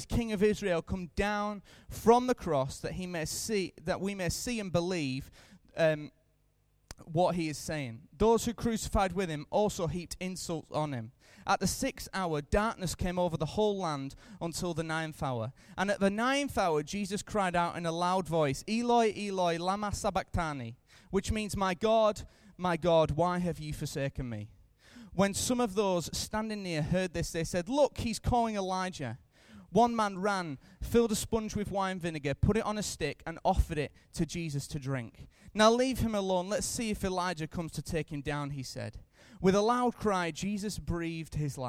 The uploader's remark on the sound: Recorded live at Life Church on Friday 3rd April 2015.